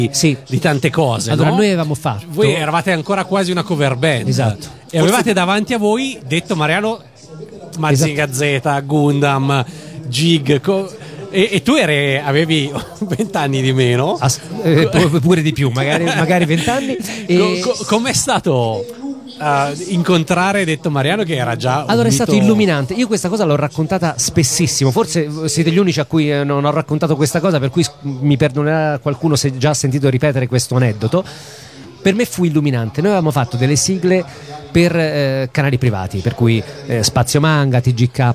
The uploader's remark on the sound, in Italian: Da San Marino Comics 2020 la nostra intervista.